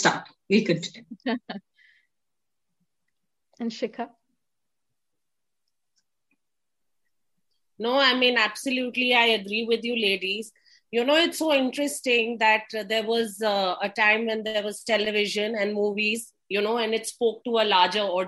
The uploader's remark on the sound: Virtually Recorded